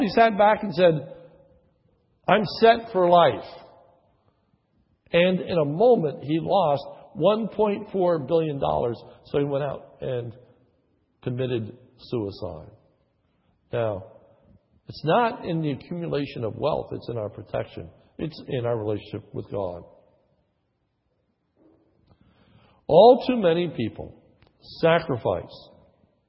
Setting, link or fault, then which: setting, large echoing room